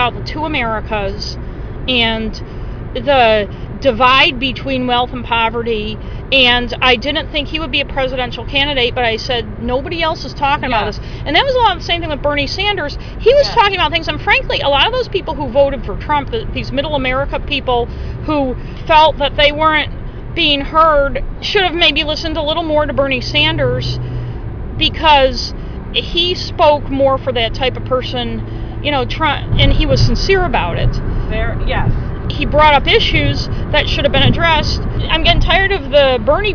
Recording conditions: inside a vehicle